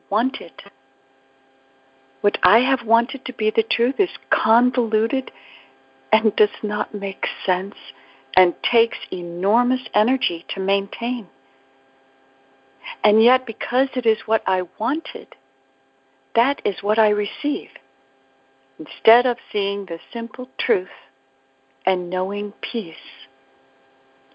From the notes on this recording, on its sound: ACIM Daily TEXT Conference Call.